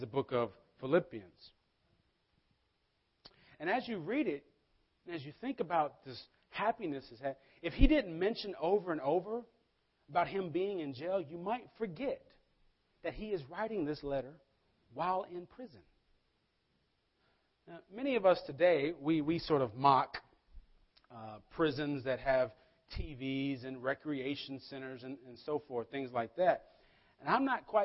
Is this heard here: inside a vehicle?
no